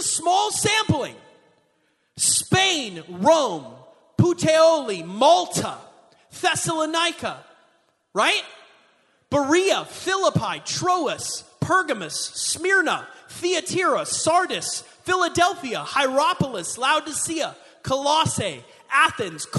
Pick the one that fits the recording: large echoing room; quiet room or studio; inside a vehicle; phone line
large echoing room